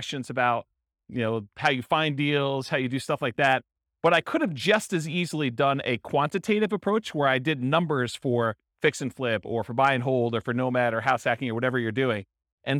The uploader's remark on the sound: This was a live class recorded